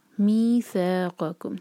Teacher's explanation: می دو حرکہ، سا دو حرکہ، لمبا چھوٹا نہ ہو. می سا قم، جس طرح ہم ساکن لیٹر کے بعد جو نیکسٹ لیٹر آتا ہے اس پر زور دیتے ہیں، اسی طرح جب ہم اسٹریچ کرتے ہیں اس کے بعد والا لیٹر جو ہے اس پر زور دیا جاتا ہے.